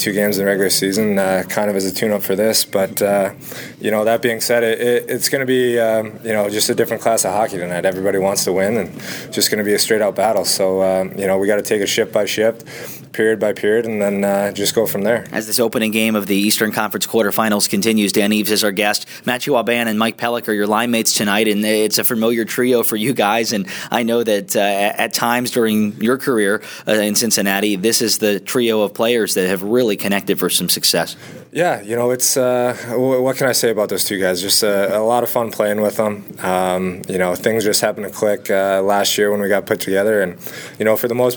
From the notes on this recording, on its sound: at Huntington Center during Game 1 of the Eastern Quarterfinals